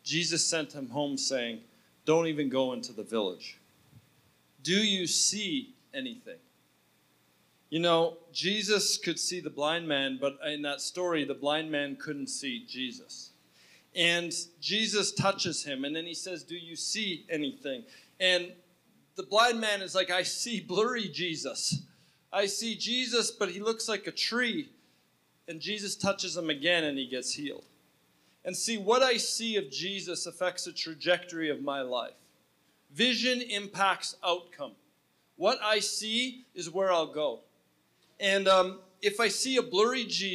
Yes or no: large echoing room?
yes